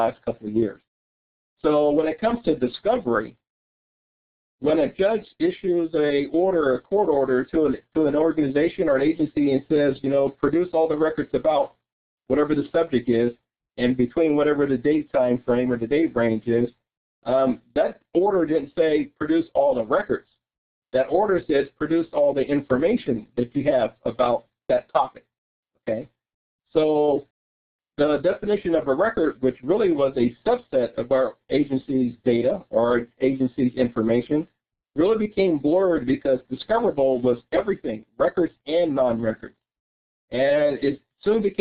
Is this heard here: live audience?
no